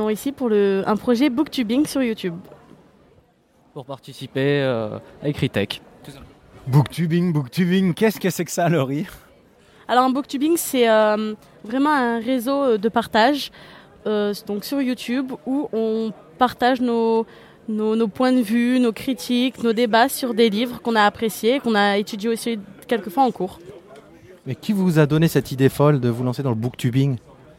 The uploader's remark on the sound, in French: Opus #79 enregistré au colloque Écritech’8. Numérique et savoirs ÉcriTech8.